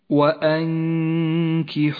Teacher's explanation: نبدأ في مطلعها بحكم الإخفاء في كلمة وأنكحوا، النون ساكنة وبعدها حرف الكاف، تخفى النون بالكاف مع بقاء غنة للنون من غير تشديد